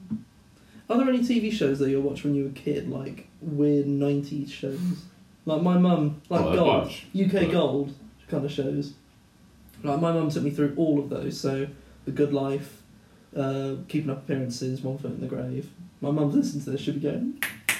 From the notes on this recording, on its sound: We don't know why the audio is so bad.